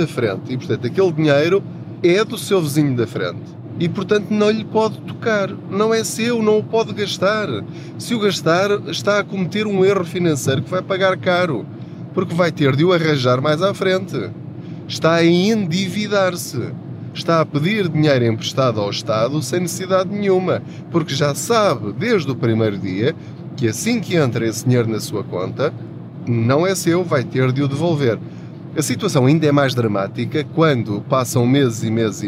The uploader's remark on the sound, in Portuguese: Não ligue aos barulhos da viagem.